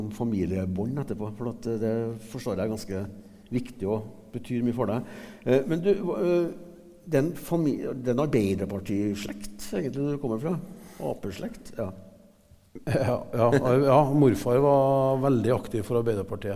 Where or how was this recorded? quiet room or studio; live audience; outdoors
live audience